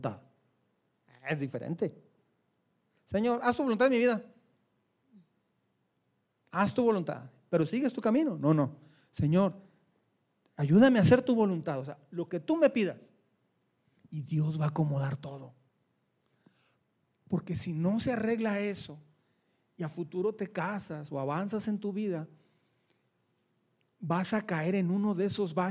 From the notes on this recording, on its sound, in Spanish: Este fue grabado durante un evento de Navidad en la Iglesia para los jovenes.